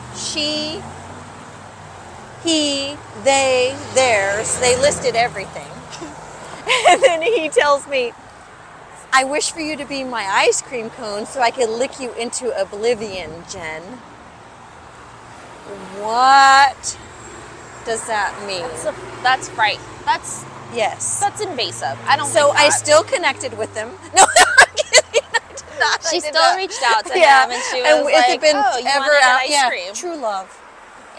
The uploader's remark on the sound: Walking the streets of LA